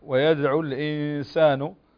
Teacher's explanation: نون ساكنة وبعدها السين، والسين من حروف الإخفاء